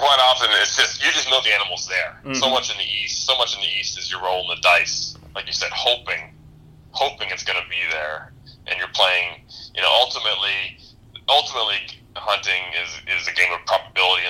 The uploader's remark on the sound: Hopped on the phone with us to talk Muleys!